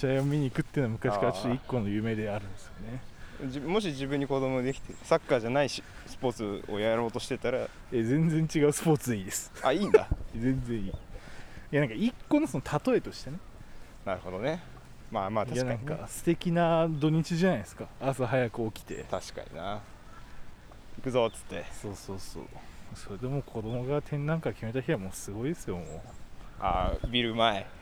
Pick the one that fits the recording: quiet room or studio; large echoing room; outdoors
outdoors